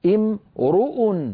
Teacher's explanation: تنبيه حول حركة الراء من كلمة امرؤ، تتبع الراء حركة ما بعدها أي حركة الإعراب